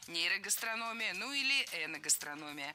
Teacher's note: Во всех этих словах ударение ставим на третий с конца слог. Перед «ия».